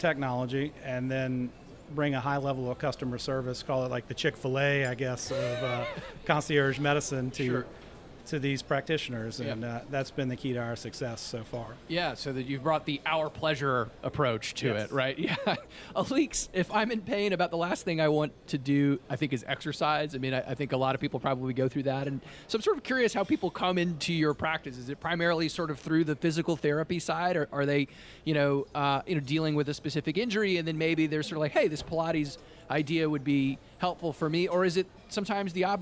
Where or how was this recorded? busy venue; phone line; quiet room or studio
busy venue